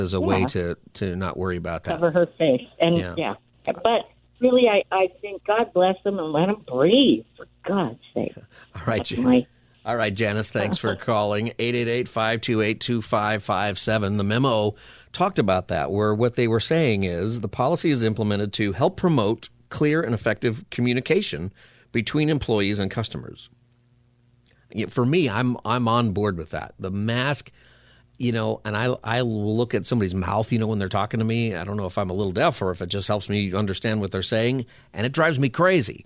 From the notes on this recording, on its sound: Listeners call in to respond.